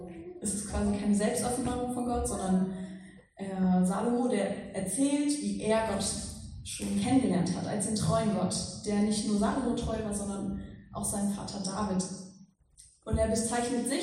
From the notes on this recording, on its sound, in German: Predigt im Rahmen des GreifBar+ Gottesdienstes